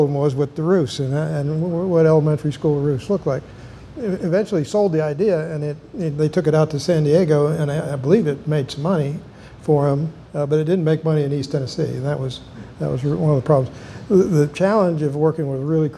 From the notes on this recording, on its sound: A Panel hosted by Energy Transition Finance. A panel at the office opening for Energy Transition Finance and Emerald Operating.